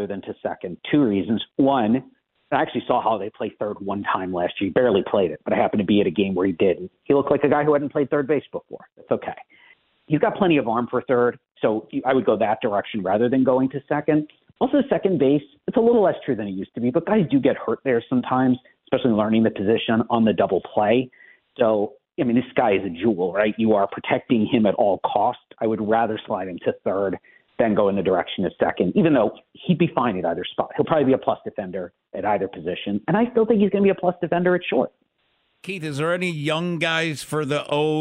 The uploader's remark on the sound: calls in live from Sarasota